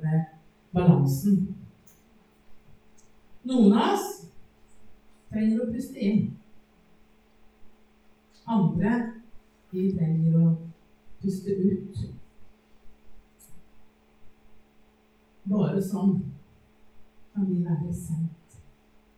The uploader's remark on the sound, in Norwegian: Beklager, dårlig lydkvalitet.